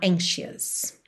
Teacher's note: E atenção que você não diz anxious. Você não desenha esse O-U. É mais aquele som bobo, mesmo, tá?